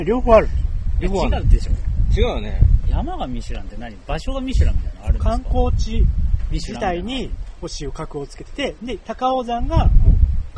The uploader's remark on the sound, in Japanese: 初めて高尾山の登山をしました。頂上でそばを食べながら収録しました。